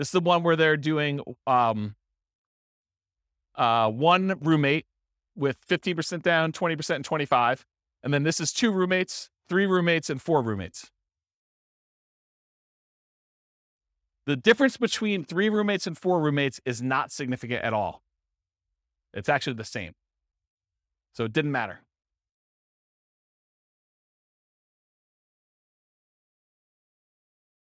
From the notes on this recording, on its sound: This was a live class recorded